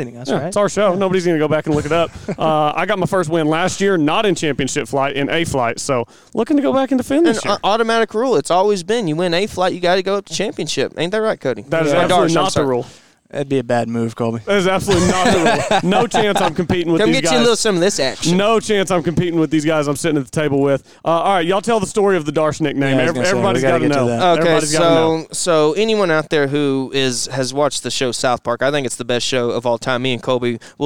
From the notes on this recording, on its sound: LIVE FROM SOUTHERN HILLS. Talking to several players after their rounds.